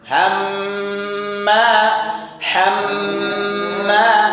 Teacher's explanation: Dengungnya panjang, dengung yang dipanjangkan.